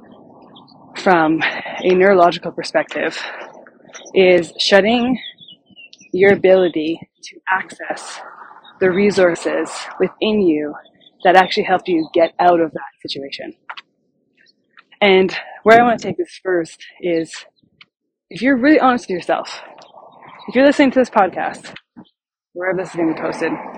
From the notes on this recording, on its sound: I recorded this podcast while I was walking, and so audio quality is not optimal.